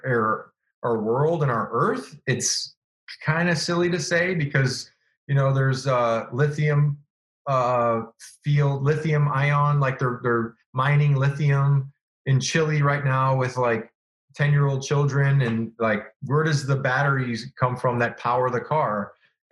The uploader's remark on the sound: This week, we sat down over Zoom